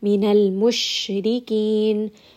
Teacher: sheen has tafashi, meaning that the sound is going to spread a little bit.